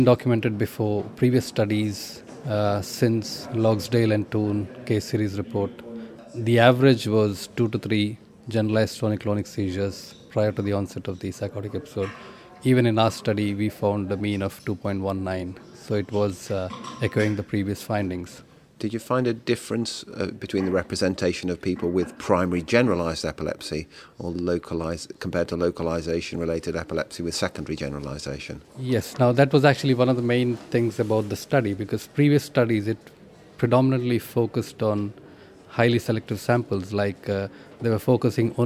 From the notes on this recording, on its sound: This podcast was recorded at the 2014 British NeuroPsychiatry Association AGM.